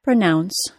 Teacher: Pronounce is a two-syllable verb. Like most two-syllable verbs, it is stressed on the second syllable